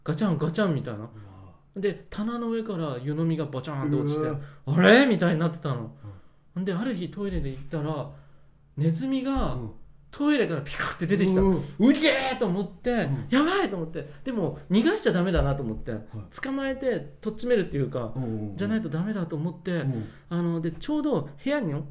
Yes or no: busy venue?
no